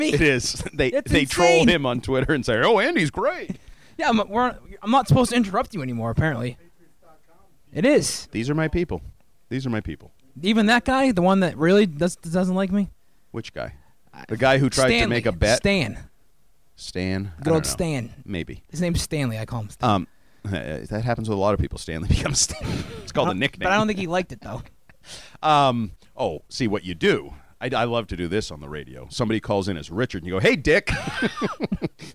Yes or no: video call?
no